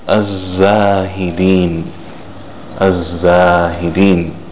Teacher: We skip the Lam and we pronounce the Zai with a Shadda. · Term: sun letters